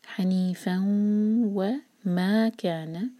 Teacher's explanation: حنیفا وما، جب تنوین کے بعد واو آئے، جب ہم ادغام کرتے ہیں غنہ کے ساتھ تو دو سیکنڈز کا ٹائم دینا ہوتا ہے، اس کو جلدی سے نہ پڑھیں، ٹائم دیں انشاءاللہ. · Term: ادغام غنہ